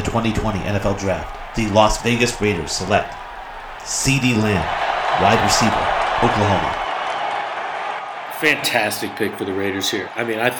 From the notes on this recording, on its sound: FBAS Mock NFL Draft 2020. Coming to you live from the draft.